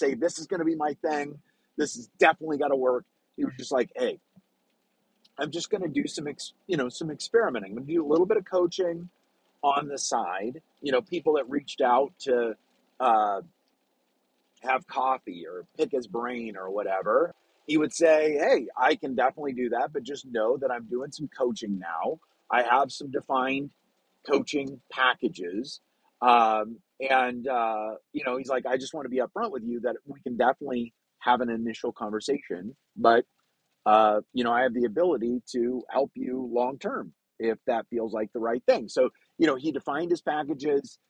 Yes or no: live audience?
no